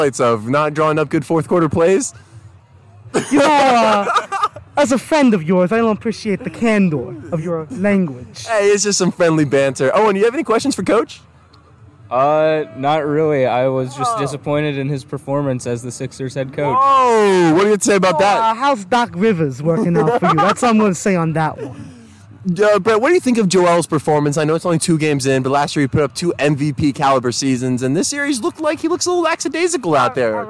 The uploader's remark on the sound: Live From The Tailgate Lots!